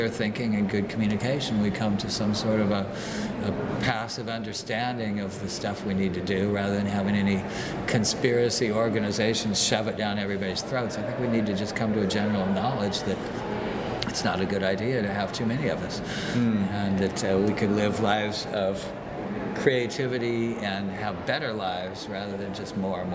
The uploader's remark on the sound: At this year’s Psychedelic Science Conference in Oakland. Please excuse the background noise in this recording.